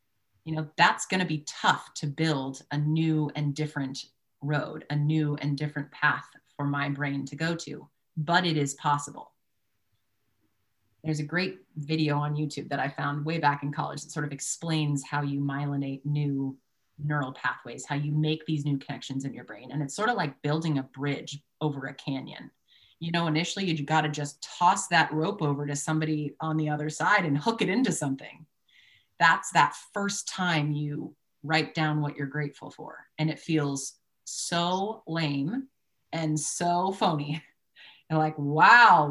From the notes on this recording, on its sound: Mindset webinar recording.